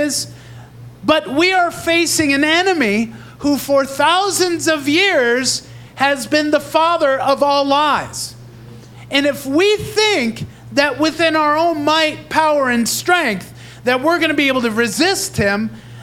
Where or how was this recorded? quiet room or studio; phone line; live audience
live audience